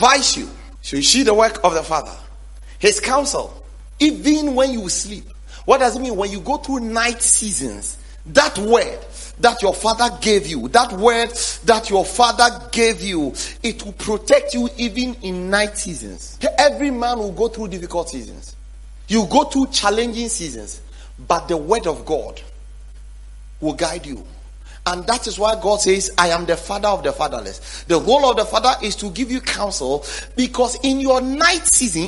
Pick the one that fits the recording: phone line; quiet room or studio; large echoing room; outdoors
large echoing room